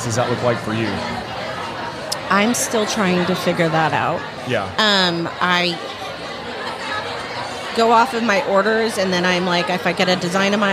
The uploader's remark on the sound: LIVE from HAVEN 2022